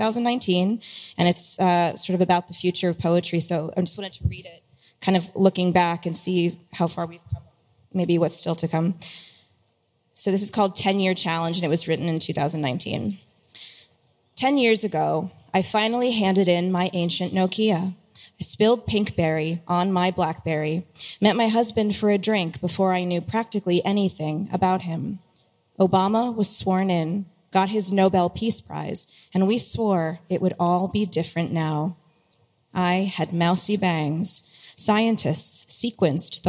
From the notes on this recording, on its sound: During a panel at The Gateway: A Web3 Metropolis.